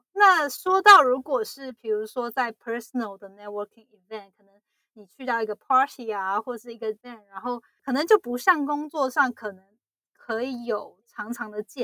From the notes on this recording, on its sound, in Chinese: 這次的錄音音質比較不好並且聲音較小，後製也無法修正。